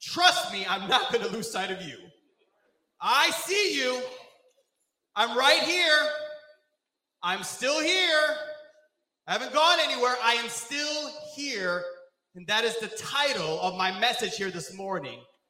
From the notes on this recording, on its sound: This sermon was recorded live on June 19th at Newark United Pentecostal Church